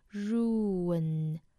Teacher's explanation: ruin 这个单词大家要注意了，里面呢含有一个长元音 u，大家要把这个 u 的音发到位之后，再去找后面的 in 的发音，ruin。Ruin 虽然这个单词很短，但也是一个两个音节的单词。